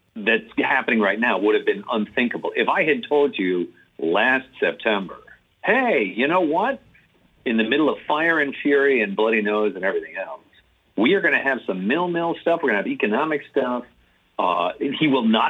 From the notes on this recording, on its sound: by phone